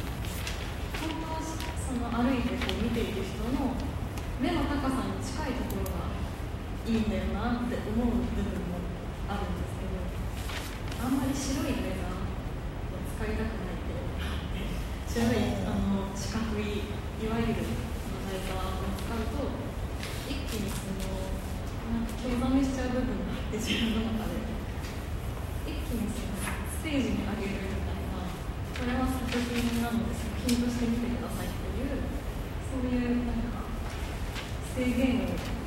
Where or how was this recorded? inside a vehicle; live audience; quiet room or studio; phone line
live audience